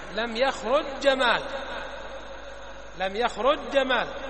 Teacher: الأول ساكن والثاني متحرك، كيف سينطق؟ تنطقها جيما واحدة · Term: الإدغام